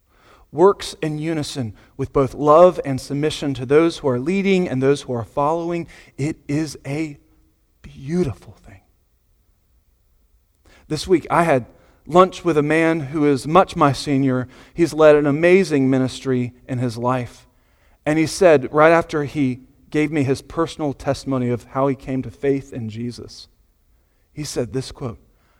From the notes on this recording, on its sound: Sunday Morning Sermon Audio